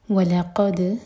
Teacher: لام لائٹ قاف ہیوی دال پر قلقلہ اور جب قلقلہ کریں تو دال کو لائٹ رکھیں